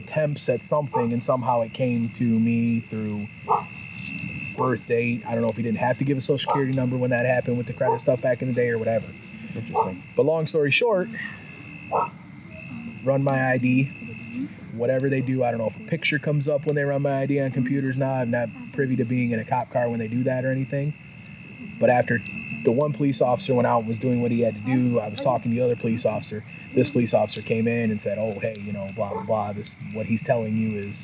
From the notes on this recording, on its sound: hanging out in the yard sitting by the fire and decided to record their conversation